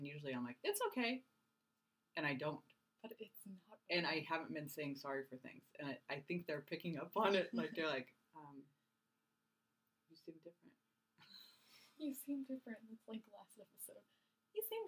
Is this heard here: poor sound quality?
yes